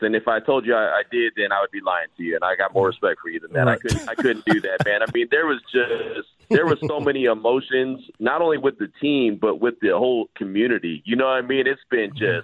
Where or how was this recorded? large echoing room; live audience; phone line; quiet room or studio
phone line